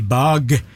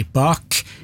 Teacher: G-en I bag er stemt, og K-en I bak er ustemt.